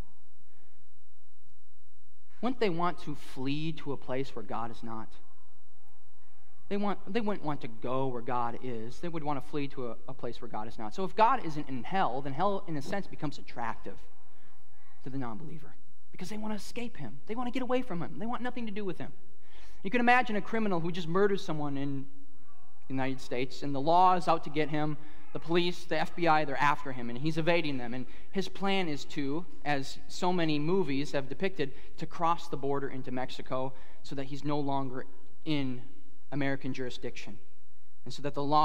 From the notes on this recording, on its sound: at Harvest Plains Church in Mapleton, ND